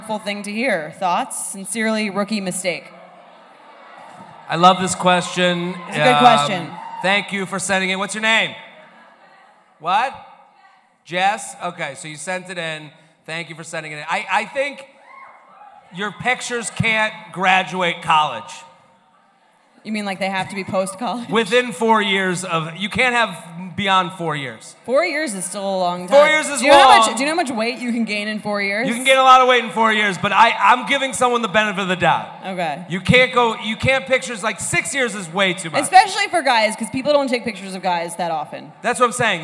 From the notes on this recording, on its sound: Take the show on the road for a very special bonus episode recorded live at Murmrr Theatre in Brooklyn.